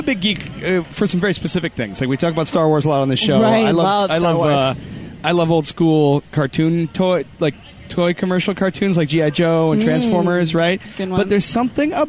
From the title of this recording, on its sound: Live from First Ascent Chicago